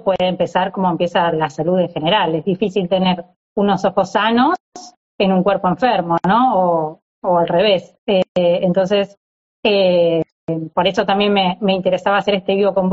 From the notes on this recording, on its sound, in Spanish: Audio de la charla en vivo por Instagram